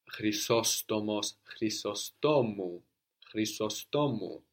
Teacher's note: how the accent moves in that longer word because the os changes to u